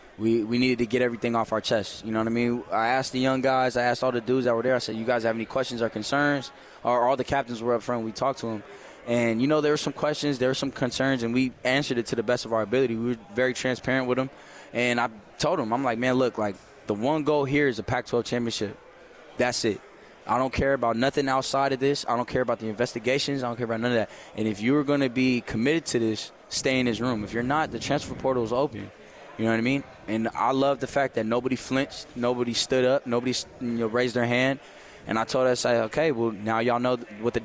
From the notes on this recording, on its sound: LIVE from Pac-12 Media Day in Los Angeles, CA.